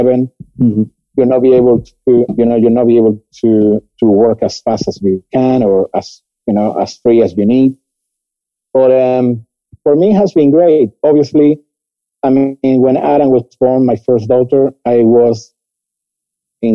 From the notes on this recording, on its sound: Joining us from Seville, Spain on this international flavoured Episode of Fni Wrapchat. Please be patient with the quality of recording as we continue to work remotely.